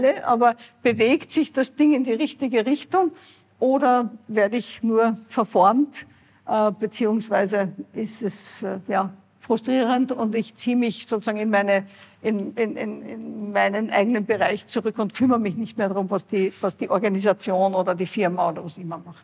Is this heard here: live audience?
yes